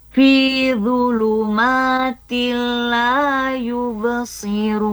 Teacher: Nah, di sini ada hukum ya idgham bilagunnah karena ada kasrotain atau in bertemu dengan huruf lam. Jadi membacanya huruf n-nya masuk ke huruf lam ya. Kemudian tidak disertai dengan dengung ya, idgham bilagunnah ya, dibaca masuk n ke l ya.